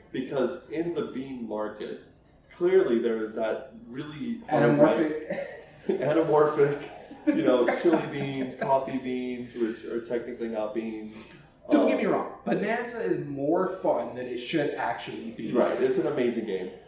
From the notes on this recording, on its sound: Live at YumaCon. Live recordings.